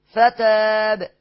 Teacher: طيب فتاب، لو وقفت على كلمة فتاب هيبقى معايا ثلاثة العارض، اثنين اربعة ستة، ومعايا قلقلة الباء بدون فتحة ولا كسرة ولا ضمة